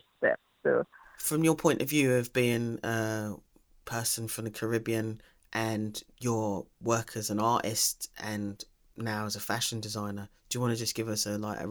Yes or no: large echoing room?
no